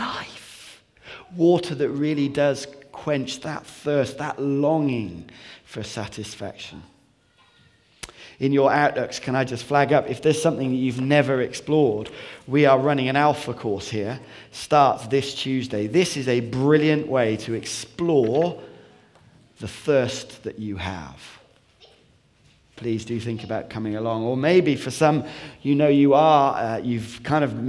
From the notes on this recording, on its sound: Recorded on 17th January 2016 at our Bournville gathering.